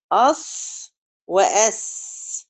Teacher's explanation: من طرف اللسان وفوايق الثنايا السفلى للصاد، والسين · Term: الصفير